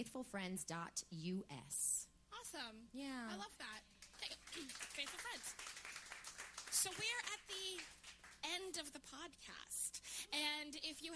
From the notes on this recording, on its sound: 10K Dollar Day is LIVE at The Triad Theatre in New York City!